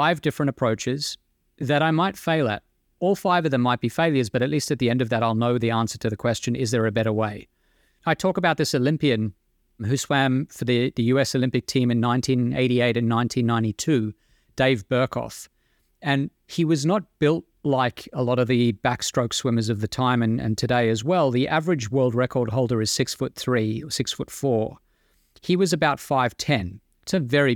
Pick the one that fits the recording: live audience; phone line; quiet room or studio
quiet room or studio